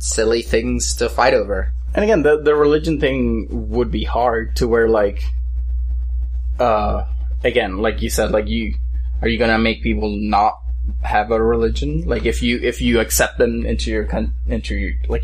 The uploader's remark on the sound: Sorry about the slight hum in the audio